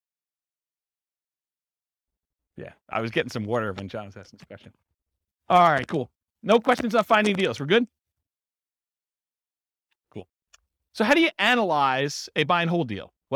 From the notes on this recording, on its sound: This was a live class recorded